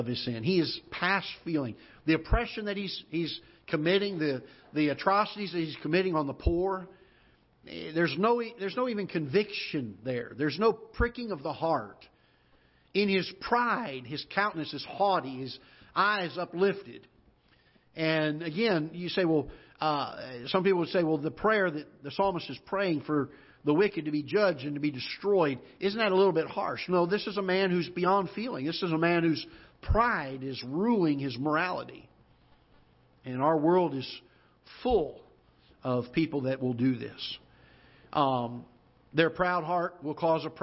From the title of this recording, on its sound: Ketha Heights Baptist Church ~ Live Broadcast